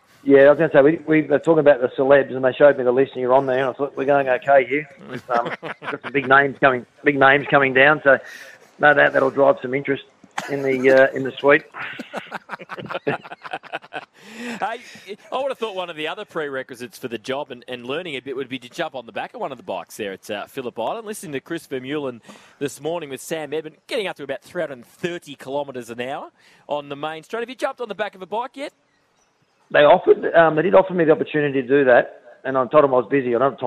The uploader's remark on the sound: live from the Australian MotoGP